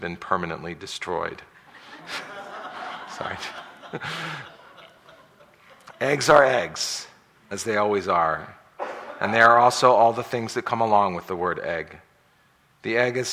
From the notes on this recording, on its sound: PODO Live. LIve in front of an audience in the Woodman Center at the Moses Brown School in Providence, RI.